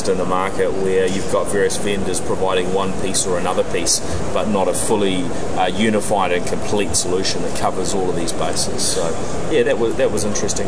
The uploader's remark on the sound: This special edition of the NZ Tech Podcast reports from day 2 at Microsoft’s Worldwide Partner Conference (USA).